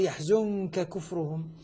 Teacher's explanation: أن النون مع الكاف مخفاة، ومخفاة مع الغنة، والغنة تجملها، والكاف هنا أصبحت يعني مخفي عندها، أصبحت الكاف حرف أخفيت النون عندها.